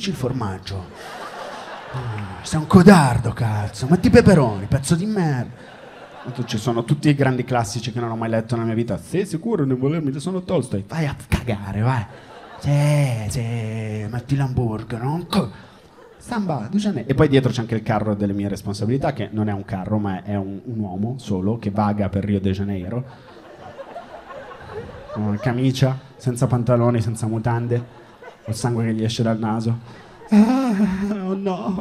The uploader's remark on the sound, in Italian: Pezzo tratto dal mio spettacolo dello scorso anno. Registrato al Circolo Magnolia - Milano.